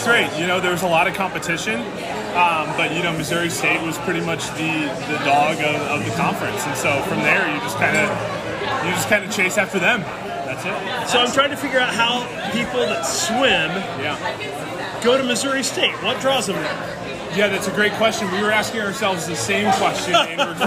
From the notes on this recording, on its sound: On location in Normal, IL from Medici’s.